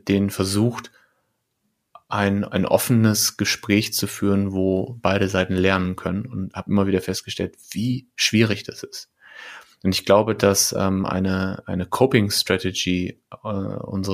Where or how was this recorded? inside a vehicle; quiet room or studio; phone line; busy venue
quiet room or studio